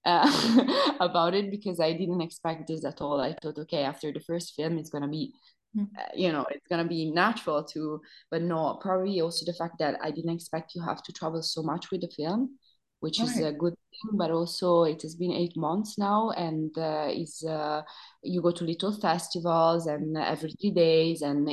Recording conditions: video call